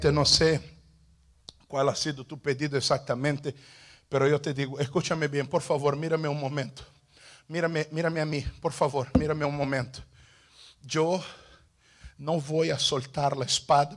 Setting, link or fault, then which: setting, large echoing room